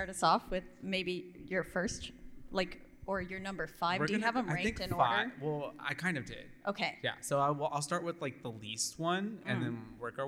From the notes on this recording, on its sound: Coming to you LIVE from RogueCon'23!